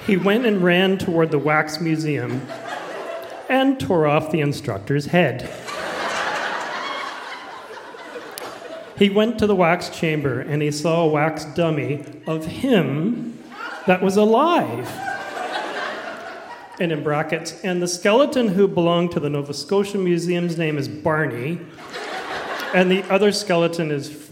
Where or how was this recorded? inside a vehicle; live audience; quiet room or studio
live audience